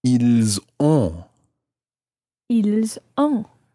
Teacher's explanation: you pronounce the S of il, I-L-S, because it's followed by a vowel, in this case, O-N-T.